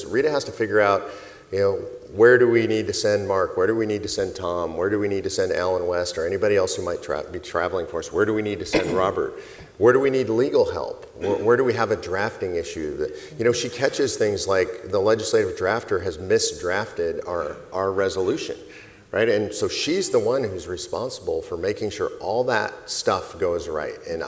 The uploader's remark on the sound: This panel workshop was part of the 2019 COS Leadership Summit held in Colonial Williamsburg.